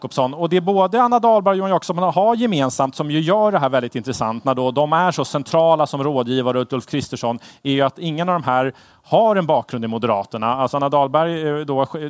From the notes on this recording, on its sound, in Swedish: live från Almedalsveckan i Visby